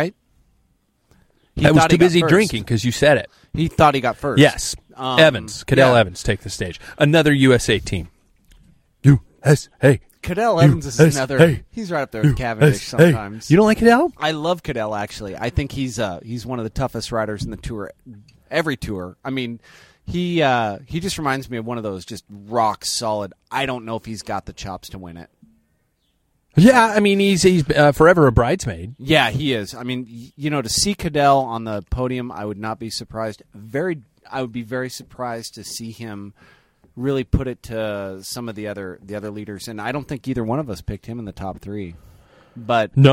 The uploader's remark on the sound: enjoying the outdoors